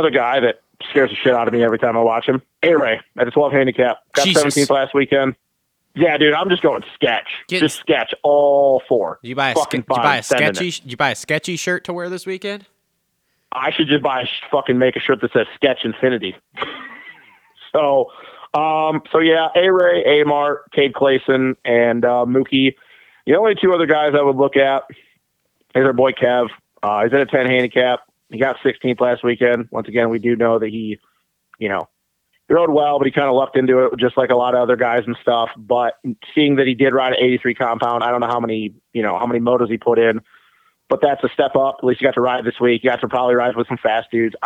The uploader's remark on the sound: Get on the phone.